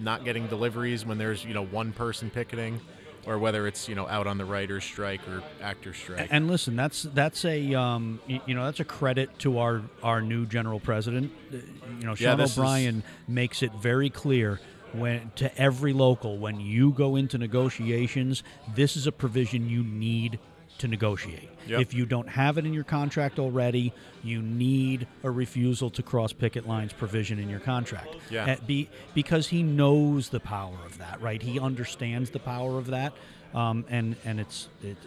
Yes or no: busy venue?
yes